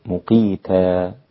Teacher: والألف طبعا في مد العوض حركتين لا تزد